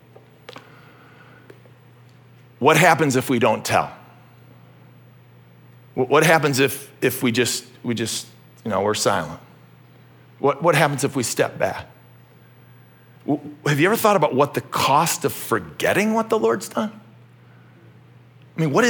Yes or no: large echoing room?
yes